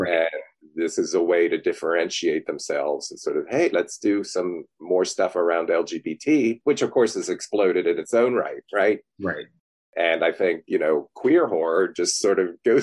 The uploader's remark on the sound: The interview was done on Zoom so the audio isn't great.